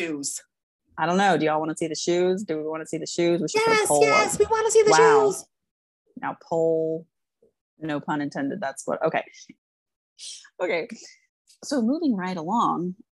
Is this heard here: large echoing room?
no